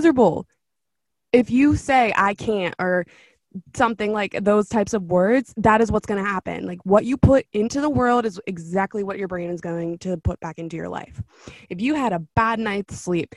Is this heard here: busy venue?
no